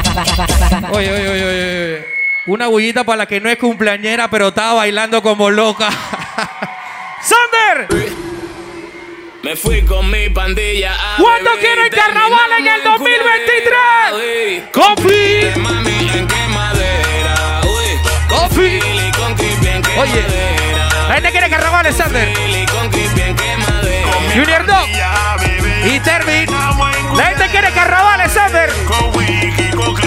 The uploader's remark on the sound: Live Session at 5to5 Hotel Hilton Panamá.